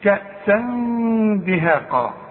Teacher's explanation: بنخفي ونغن، والغنة بمقدار حركتين